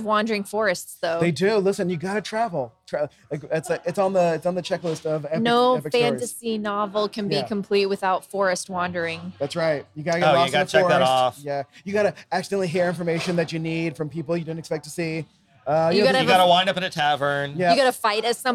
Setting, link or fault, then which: setting, busy venue